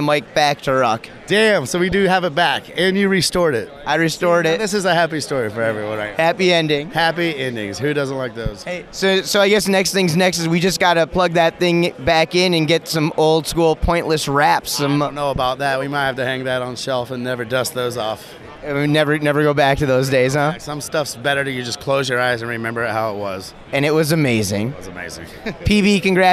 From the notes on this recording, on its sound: This episode was recorded live, following the 2018 Wakeboarding Hall of Fame induction ceremony inside the Alliance Wake booth at the Fall 2018 Surf Expo.